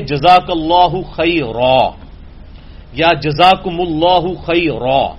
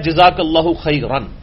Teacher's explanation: دو زبر جو ہیں وہ پھر جب وقف ہوگا تو ایک زبر اڑ جائے گی اور الف مدہ بن جائے گا · Shown in: first take